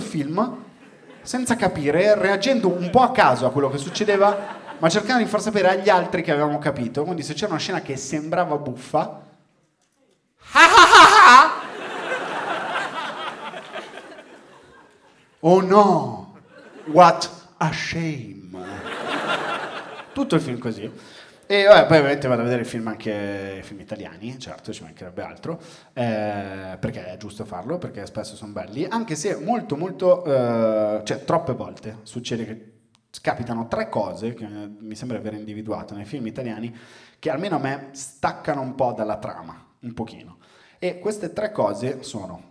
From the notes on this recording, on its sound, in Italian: Registrato a Firenze al Teatro Puccini.